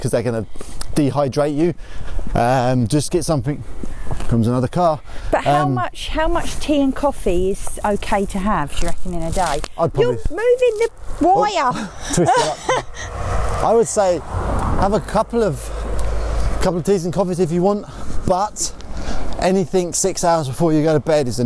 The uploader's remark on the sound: walking podcast